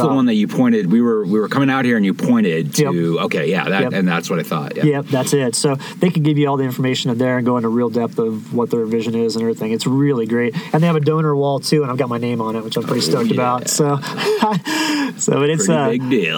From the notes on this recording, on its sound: This episode was recorded at an unbelievable dispersed camping spot called Muley Point located high up on Cedar Mesa. We very much enjoyed catching up by the campfire on a 2,000ft ledge!